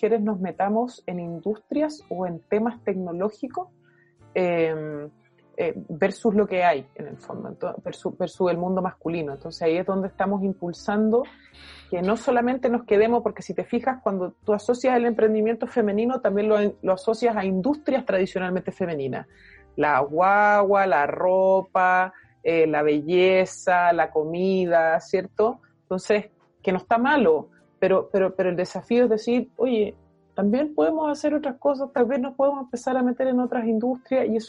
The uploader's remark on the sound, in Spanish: En tiempos de cuarentena, las grabaciones virtuales nos una oportunidad única para sentarnos a conversar con más invitados del ecosistema local y nacional.